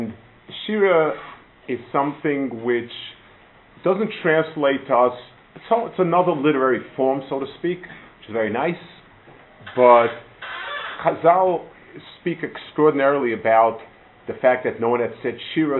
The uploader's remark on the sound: Delivered at Gush